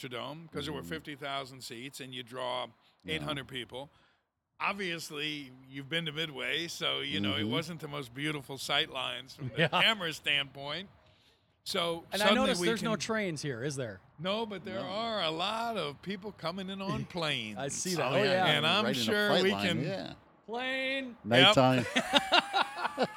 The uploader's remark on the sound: Taped on the overhang of the brand new CHS Field in Lowertown St. Paul, MN.